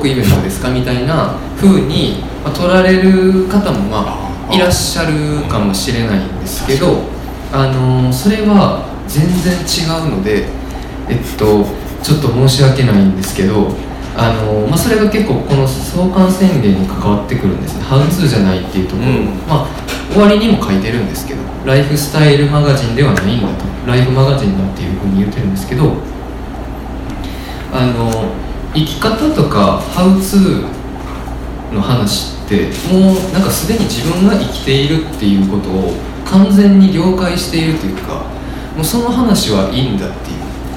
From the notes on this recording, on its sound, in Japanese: 微花』×『つち式』のトークイベント（恵文社一乗寺店）の音声。